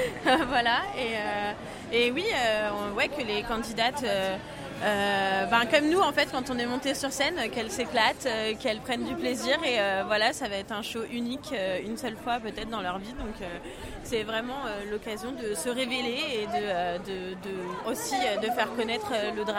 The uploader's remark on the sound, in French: En direct du concours Drag France 2024 !